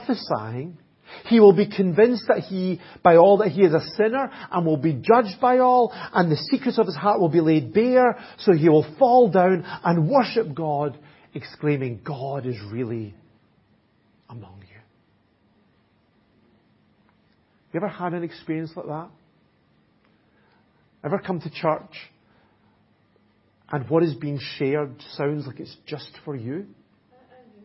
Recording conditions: large echoing room